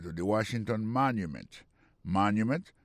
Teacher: Si on a mis accent sur accent encore, on va voir que le mot Washington, accent tombé sur le premier syllabe là. Pour le mot monument, il tombe sur le premier syllabe là.